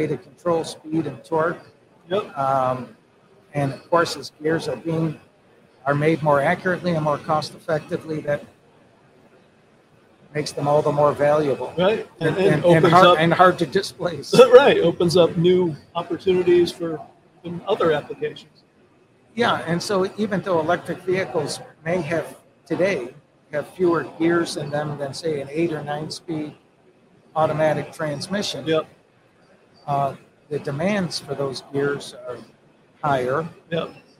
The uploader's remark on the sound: In the middle of the afternoon during our full day of livestreaming from the American Gear Manufacturers Association's Motion + Power Technology Expo at Huntington Place in Detroit.